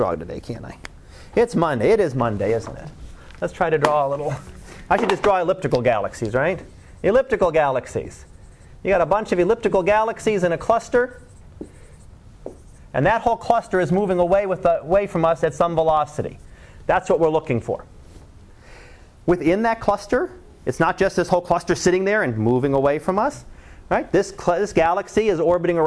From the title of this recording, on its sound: Live Class Lecture 2013 Nov 18